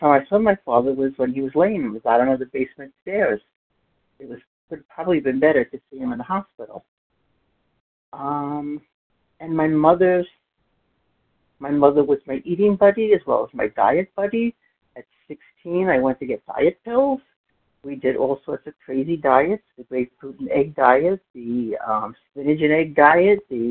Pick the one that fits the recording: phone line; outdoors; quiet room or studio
phone line